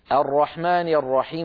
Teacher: هكذا يقولون الرحمن الرحيم، فيفخمون الراء